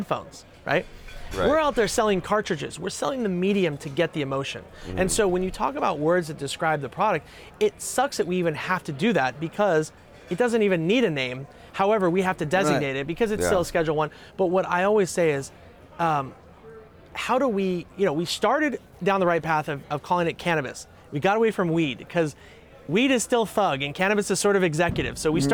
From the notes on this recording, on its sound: Live from New West Summit